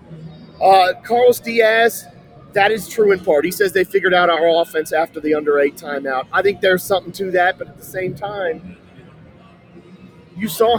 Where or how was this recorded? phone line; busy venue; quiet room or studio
busy venue